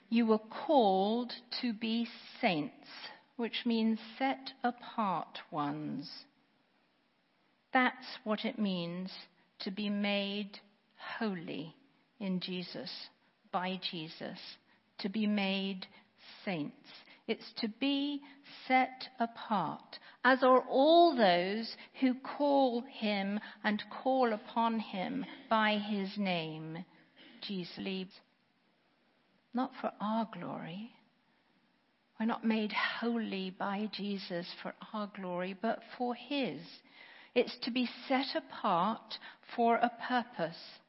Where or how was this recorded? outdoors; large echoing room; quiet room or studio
large echoing room